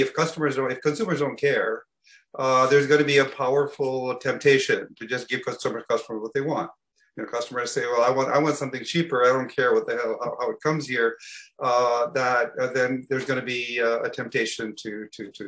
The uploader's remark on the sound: STR Virtual Symposium